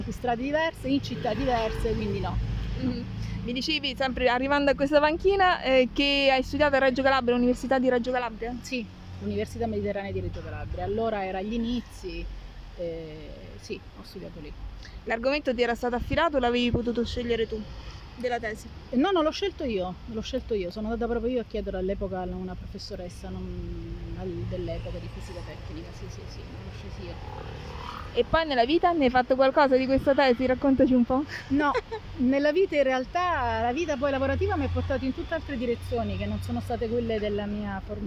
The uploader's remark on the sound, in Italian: In mezzo ai rumori della città! Da una panchina di Monte Sacro in una piazzetta purtroppo solo apparentemente tranquilla. Che purtroppo proprio oggi si sono fatte sentire più del solito.